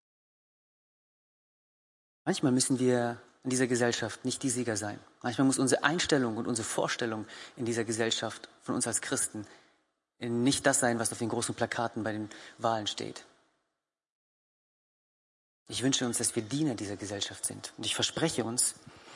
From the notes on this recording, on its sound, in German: Gottesdienst der Kirche für Bonn